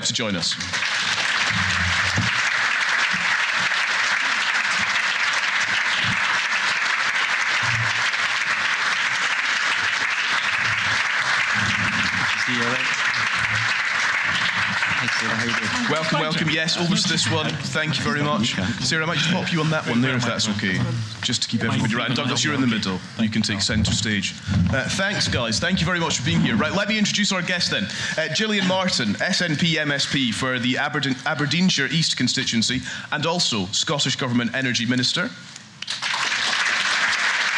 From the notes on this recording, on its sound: Energy Debate: Live. Joined in Aberdeen by an audience of 300.